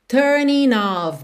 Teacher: Percebe que você não fala o G de turning, então já liga o N no of. OF com som de OV, ok?